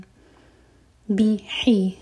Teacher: ہا حلق سے اور کسرہ کی آواز اے ساؤنڈ نہ دے، ای ساؤنڈ آنا چاہیے